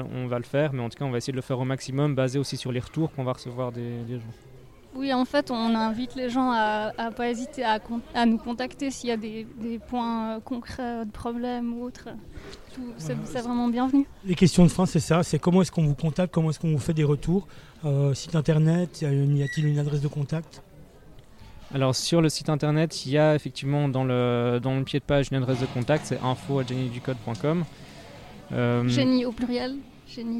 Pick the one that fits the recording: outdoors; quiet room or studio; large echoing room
outdoors